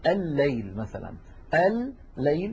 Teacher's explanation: أما اللام من كلمة للكرم فهي من قبيل إدغام المتماثلين، لأننا حينئذ ندغم اللام في الله كقولنا الليل مثلا الليل، فيكون النطق بلام مشددة